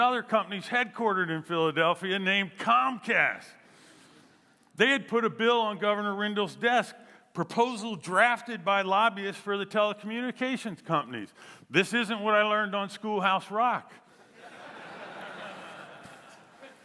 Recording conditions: live audience